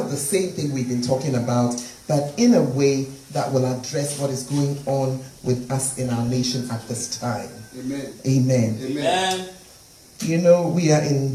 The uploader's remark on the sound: Preached at the Fountain Of Life Cathedral